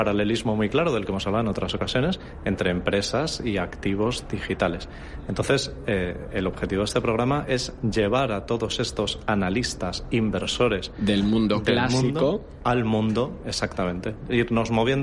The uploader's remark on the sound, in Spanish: Ha participado en el programa especial de Radio Intereconomía, en directo desde el BELOBABA Tour.